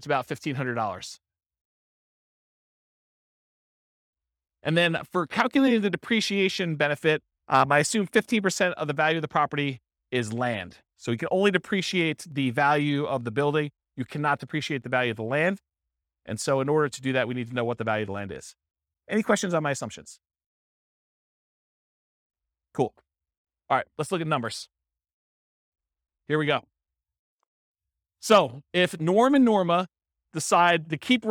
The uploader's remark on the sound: This was a live class recorded